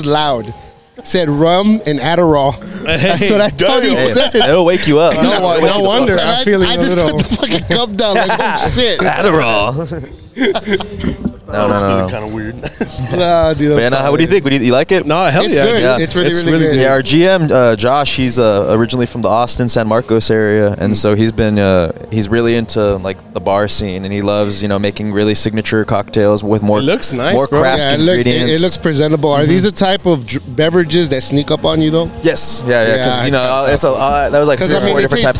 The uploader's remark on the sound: live from Beer Fest '23 at The Moon Rock in Harlingen, Tx.